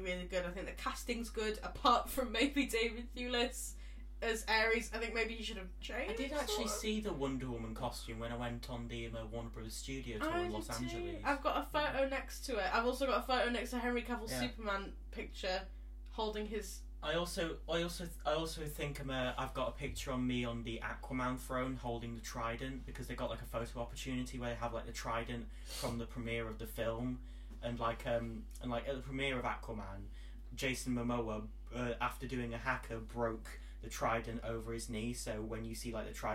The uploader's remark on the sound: In this makeshift podcast. Sorry for any rubbish sound/camera quality, we aren't professionals......yet!